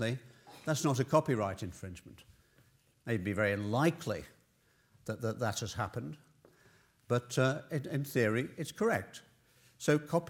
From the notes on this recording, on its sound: This lecture took place at the Saïd Business School, University of Oxford